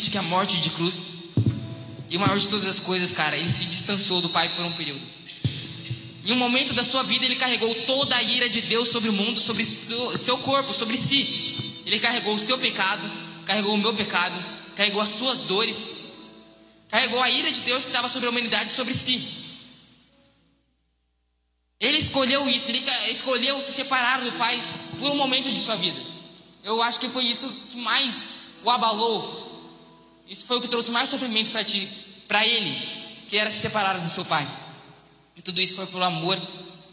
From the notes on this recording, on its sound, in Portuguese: Mensagem ministrada ao vivo em 18/12/2021.